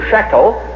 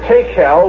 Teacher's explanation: The SH or shin has become a T sound.